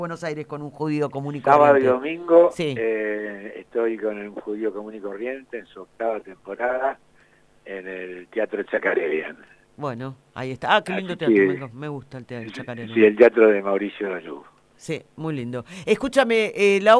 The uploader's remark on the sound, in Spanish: Recordamos la comunicación telefónica con el actor